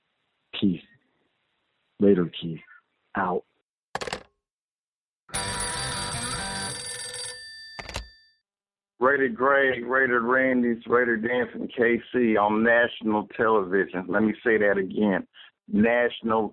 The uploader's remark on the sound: Raider Nation “Boneline” Call-in Segment